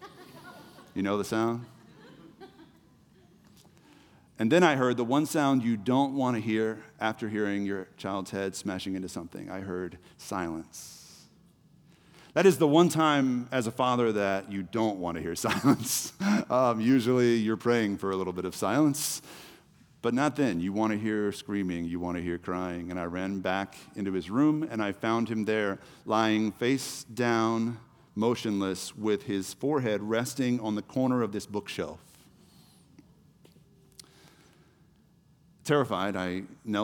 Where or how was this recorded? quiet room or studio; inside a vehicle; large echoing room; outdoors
large echoing room